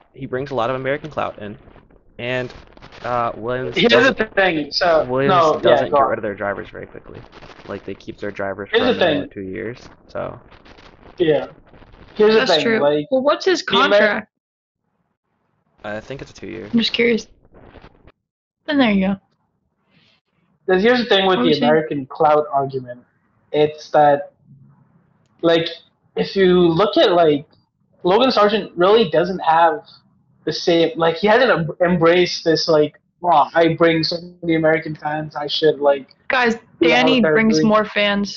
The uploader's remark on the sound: Firstly, sorry for the audio.